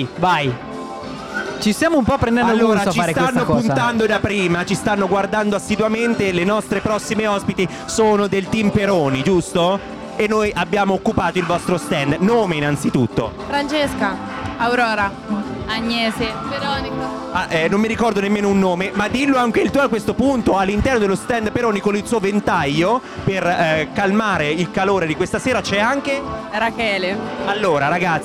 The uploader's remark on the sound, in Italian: RIVEROCK: Diretta Pre Concerto